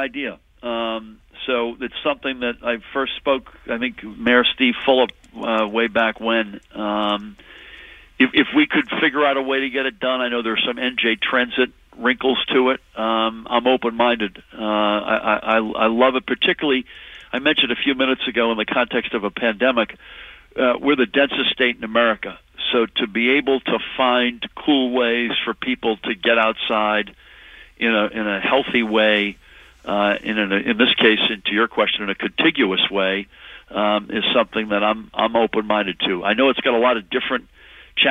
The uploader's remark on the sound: a live call-in special